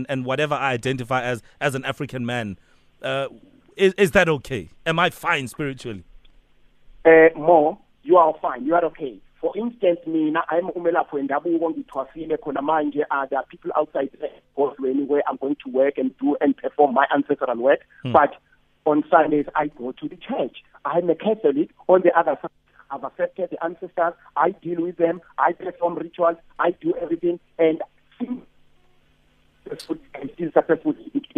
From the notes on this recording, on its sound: PHONE INTERVIEWEE. Pietermaritzburg.